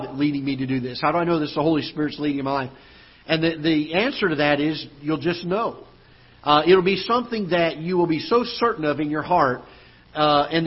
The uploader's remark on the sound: Ketha Heights Baptist Church ~ Live Broadcast